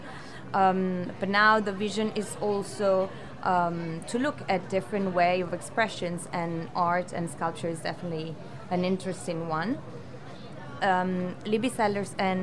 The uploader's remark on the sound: broadcast live from Salone del Mobile in Milan